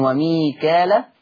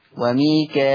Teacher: أثبت همز بهمزة مكسورة بعد الألف المادية فتصير مد متصل فيه الإشباع · Shown in: second take